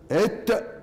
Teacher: تأتي بالحرف ساكنا تجد طرف اللسان يتصل باللسة، ات فعضوان يتصلان. · Term: التاء